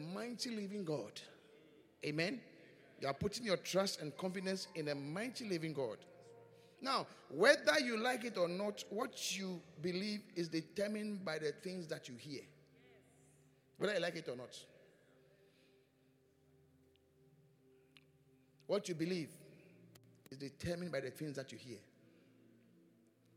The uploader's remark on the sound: Preached at the Qodesh